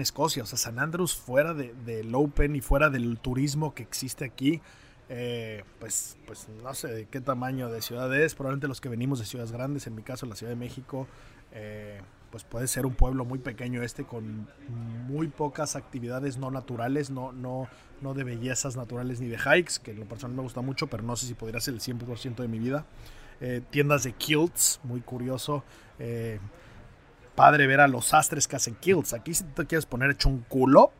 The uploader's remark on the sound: Live From The OPEN 150